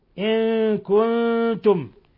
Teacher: إخفاء حقيقي في النون مع الكاف